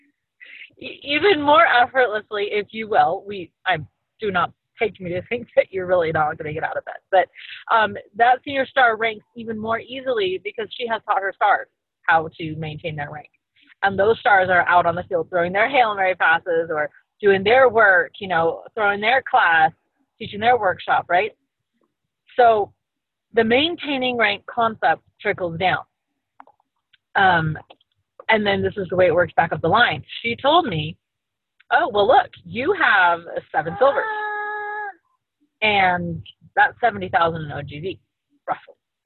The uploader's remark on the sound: Call from the Car